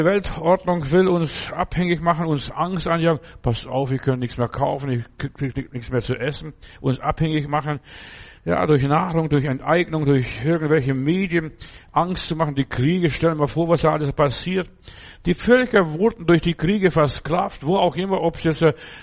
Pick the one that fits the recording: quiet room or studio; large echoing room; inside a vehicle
large echoing room